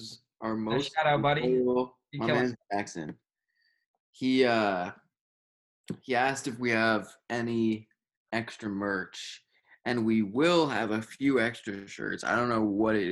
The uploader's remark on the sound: First college zoom podcast!